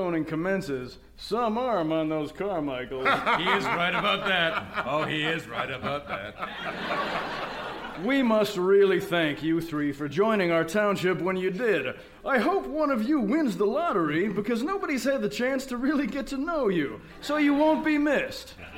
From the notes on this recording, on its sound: Recorded Live 9/10/2010 at Largo, Los Angeles.